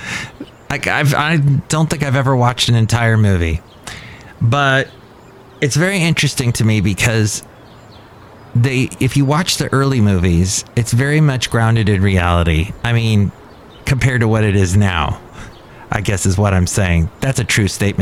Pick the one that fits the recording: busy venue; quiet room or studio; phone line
busy venue